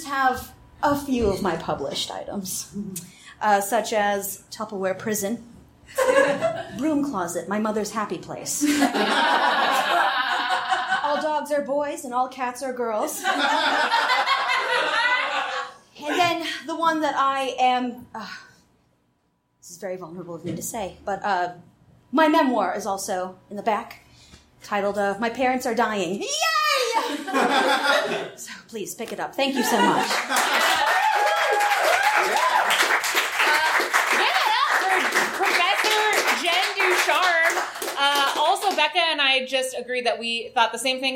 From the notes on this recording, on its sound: our very first recording in our new home, the Beat Kitchen